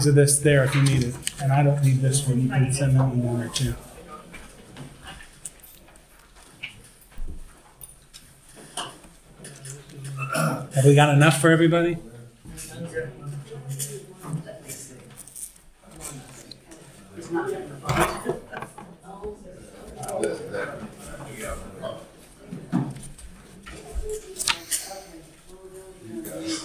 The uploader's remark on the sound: This episode was recorded live at Holy Trinity Lutheran Church in Rogers, AR on May 14, 2023.